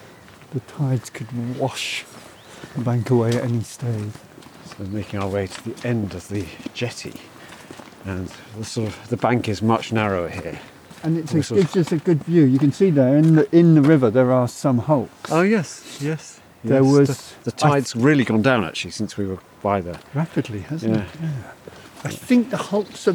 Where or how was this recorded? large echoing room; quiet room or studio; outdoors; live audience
outdoors